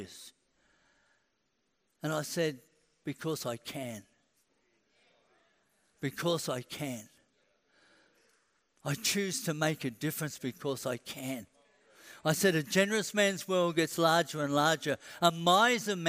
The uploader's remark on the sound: A message recorded at the Anointing Service at Vision Sunday